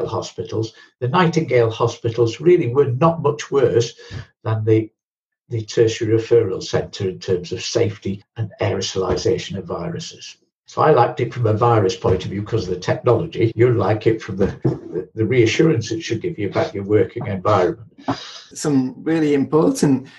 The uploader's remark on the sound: Podcast edited from a live webinar.